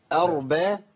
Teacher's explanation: يبقى الهمزة مرققة، الراء مفخمة، الباء مرققة